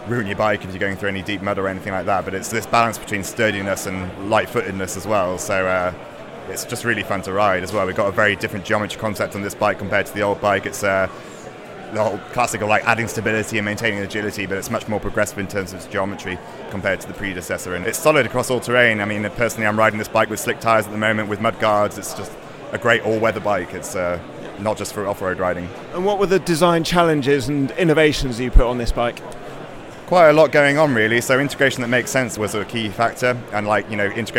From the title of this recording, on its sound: Live from Rouleur Live 2023